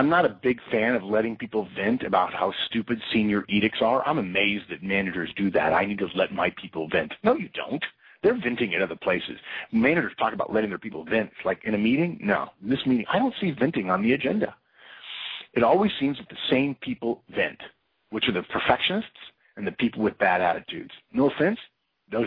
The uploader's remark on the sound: September 2012 Conference Call